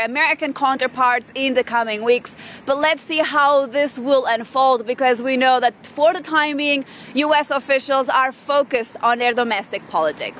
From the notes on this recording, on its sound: We are also live at COP27 in Sharm El-Sheikh